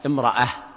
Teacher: فهنا بالتاء المربوطة والوقف عليها يكون بالهاء